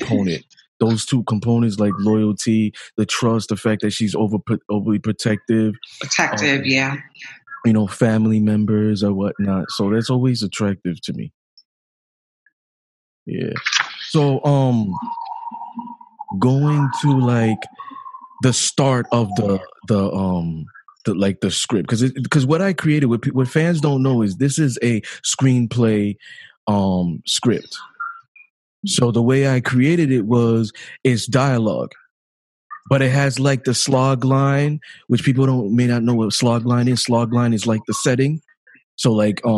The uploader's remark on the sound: Zoom virtual book discussion.